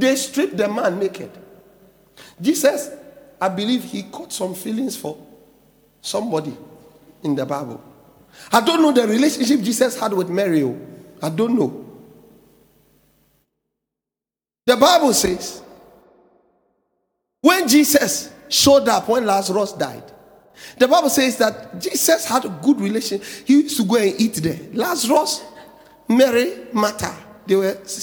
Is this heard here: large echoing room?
yes